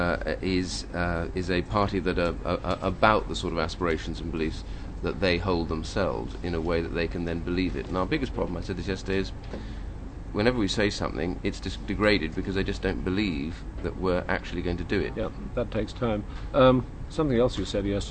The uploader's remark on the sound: at the Conservative party conference